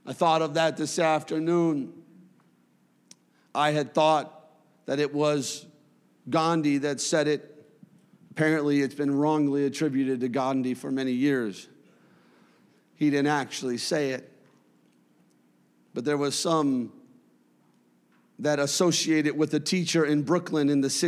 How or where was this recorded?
large echoing room